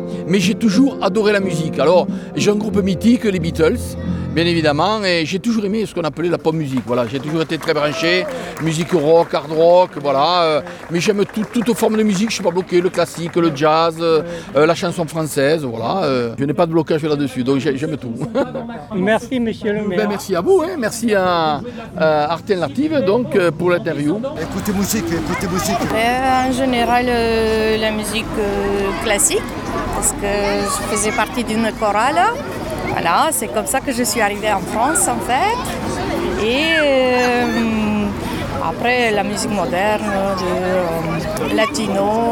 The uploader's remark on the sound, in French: En direct de la Fête de la musique